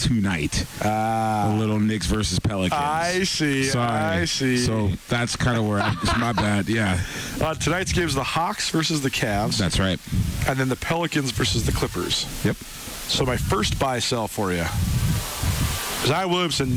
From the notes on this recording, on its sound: live from Bretz RV and Marine